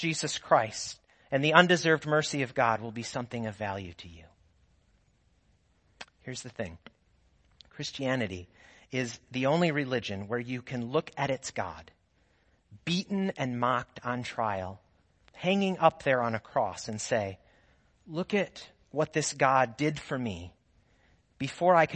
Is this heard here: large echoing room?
yes